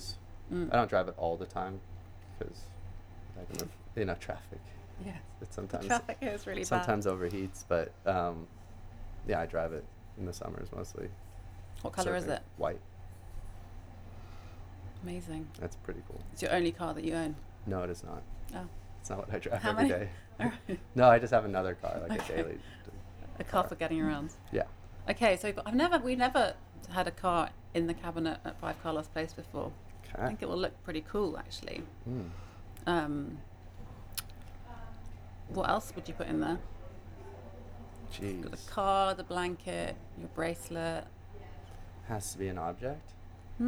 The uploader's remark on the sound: Recorded at 5 Carlos Place at Frieze Los Angeles.